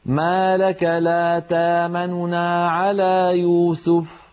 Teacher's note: أن تنطقي نونين، الأولى منهما سريعة وصوتها منخفض · Term: الروم